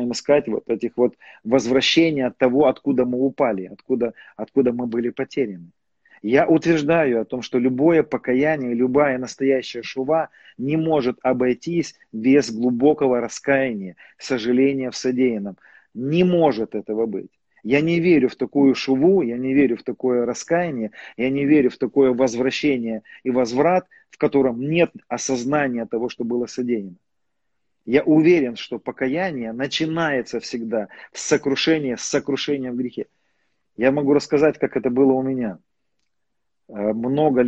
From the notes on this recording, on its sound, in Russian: Запись первой части прямого эфира из инстаграма.